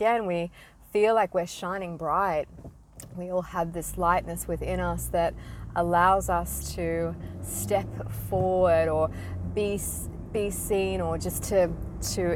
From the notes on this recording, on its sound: recorded in my car, hardly perfect